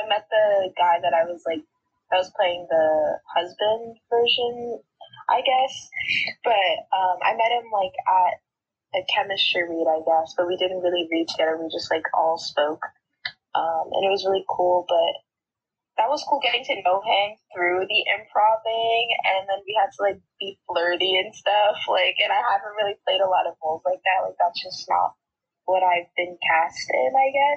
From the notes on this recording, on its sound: In part 2 of this Facetime call with Ivorian-American artists.